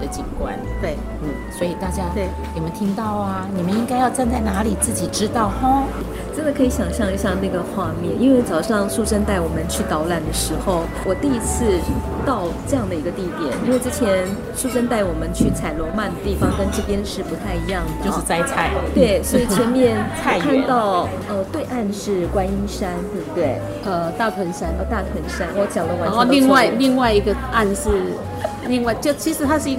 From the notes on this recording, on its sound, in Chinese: 節目真正首次全程外景錄製，完全融進在地各種聲音。特別結伴來到社子島。